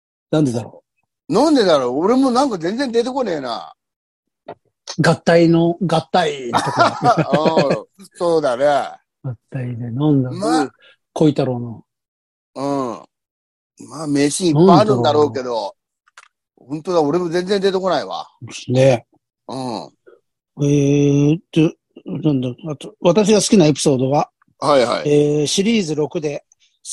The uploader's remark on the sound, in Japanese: ZOOMで収録。